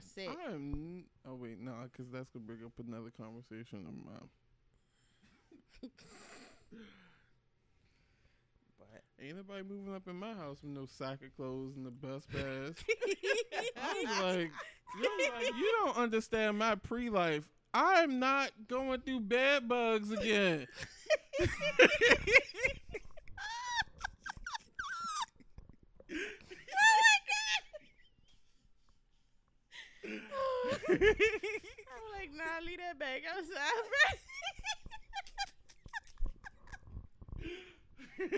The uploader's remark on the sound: Turn your headphones up for this episode — sorry :)